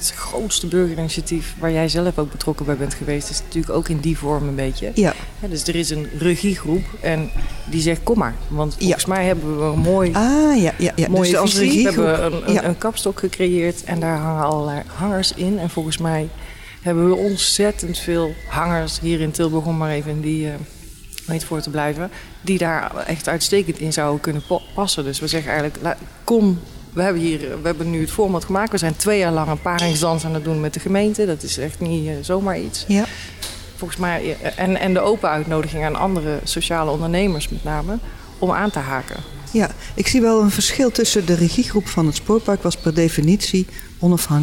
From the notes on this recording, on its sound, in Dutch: Opname: 1 november 2022, tijdens de nationale Klimaatweek in de Stadskas, in de LocHal in Tilburg. Tijdens de nationale Klimaatweek in de Stadskas, in de LocHal in Tilburg.